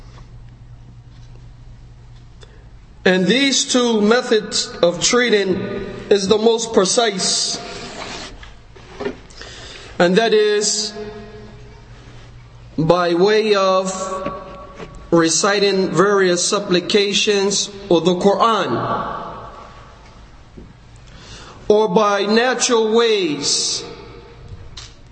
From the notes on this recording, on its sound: Conference: The Medicine Of The Prophet (ﷺ). Lecture given at Masjid Nur Allah, Queens, NY.